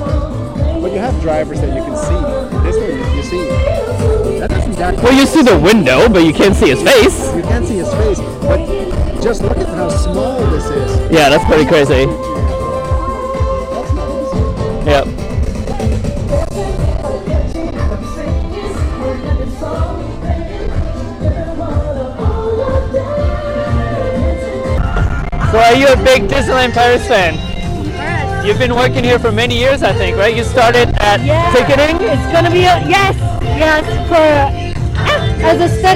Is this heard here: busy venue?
yes